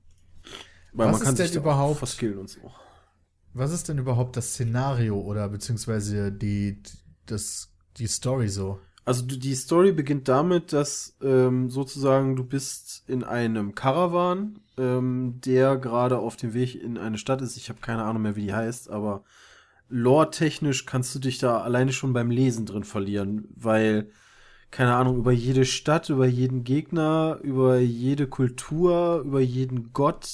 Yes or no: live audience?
no